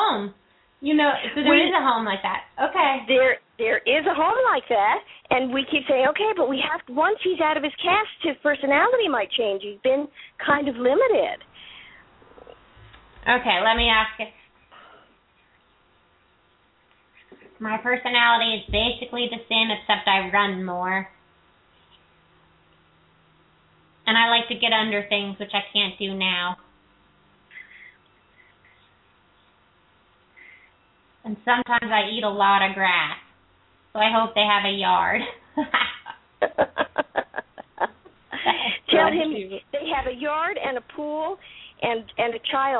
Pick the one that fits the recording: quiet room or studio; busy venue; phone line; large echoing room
phone line